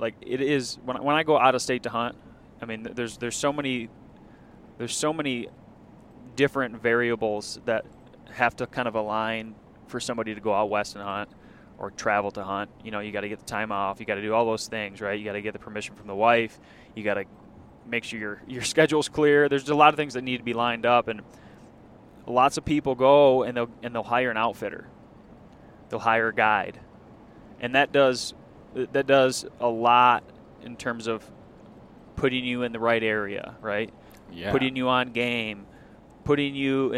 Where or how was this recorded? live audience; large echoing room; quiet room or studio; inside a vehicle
inside a vehicle